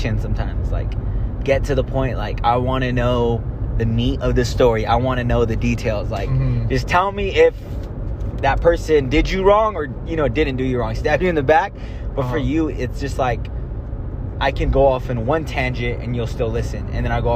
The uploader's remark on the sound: A Conversation in the Car